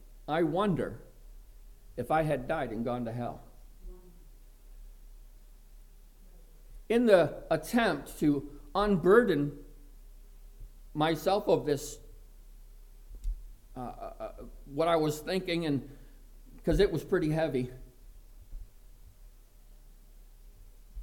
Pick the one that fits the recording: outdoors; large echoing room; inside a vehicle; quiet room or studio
large echoing room